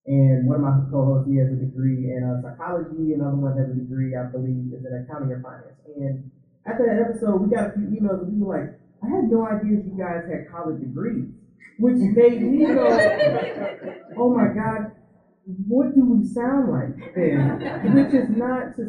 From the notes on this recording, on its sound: DC Podfest Panel 2016 LIVE. This is a special episode based off of the audio from the great DC PodFest panel on diversity in podcasting. That occurred at the Wonderbread Factory in Washington, DC on Saturday, November 5, 2016.